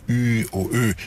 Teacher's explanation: de fortunge vokaler, som er rundet, ligesom y og ø